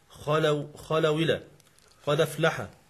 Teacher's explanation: فورش ينقل حركة الهمز إلى الساكن قبله ويحذف الهمز · Term: النقل